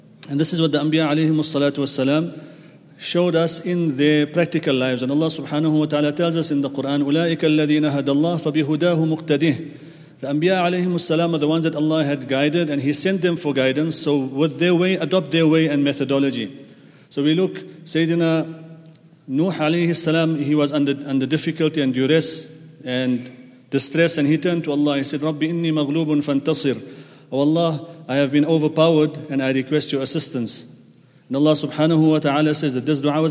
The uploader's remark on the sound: at the Houghton Masjid (West Street)